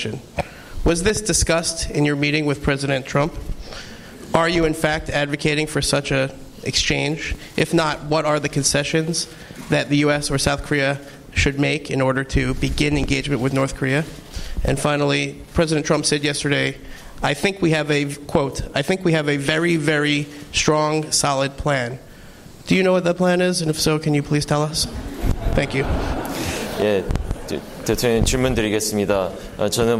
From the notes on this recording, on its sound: Delivered a Global Leaders Forum address to a Washington D.C. Fielded several questions from the audience.